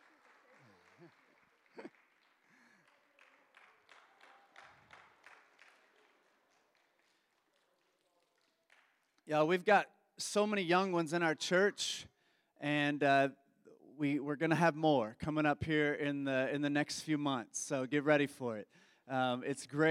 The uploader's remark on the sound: Embrace Sunday Gathering (May 7, 2023 at 11am) Embrace Church, Lexington, KY